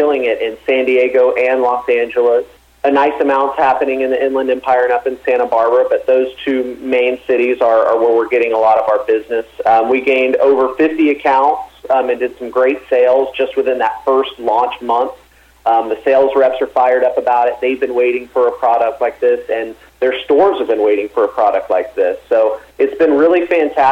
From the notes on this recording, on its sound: called back in to SmallCapVoice.